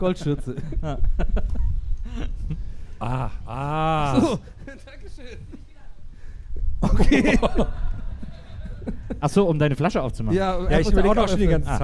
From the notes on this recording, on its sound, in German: Wir haben uns in Leipzig eine Bühne mitten ins Auge eines Orkans stellen lassen. Gästeliste Geisterbahn live in Leipzig auf der Moritzbastei.